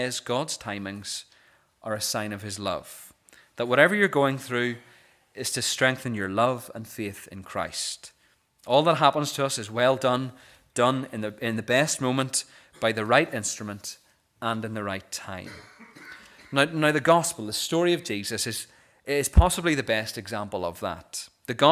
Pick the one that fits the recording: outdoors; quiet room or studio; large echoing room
large echoing room